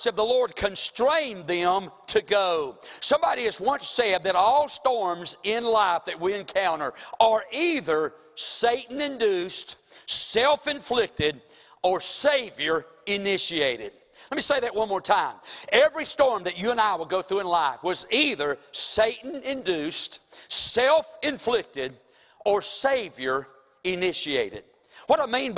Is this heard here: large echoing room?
yes